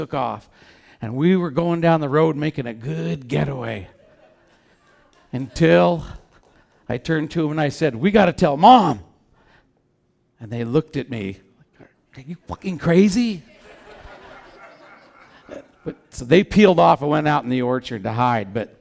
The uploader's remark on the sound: Back with Portland Story Theater as part of their On The Road Show. Live at The Fremont Theater in Portland, OR.